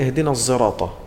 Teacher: الزراطة عبارة لا هي زاي ولا هي صاد مخلوطة · Term: إشمام